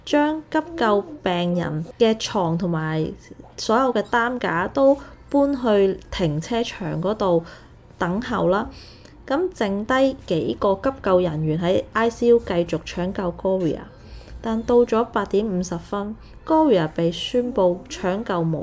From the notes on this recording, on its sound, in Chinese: 這一集比較多背景聲，因為在旅行途中房間錄製，小朋友都在旁邊，比較多環境音，非常抱歉。